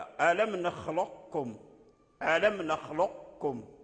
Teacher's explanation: القاف في الكاف إدغام ناقص، فيبقون يعني صفة الاستعلاء والقلقلة